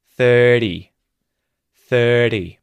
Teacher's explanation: 30, 30, the R isn't pronounced. The T becomes a T flap with vowels either side of it.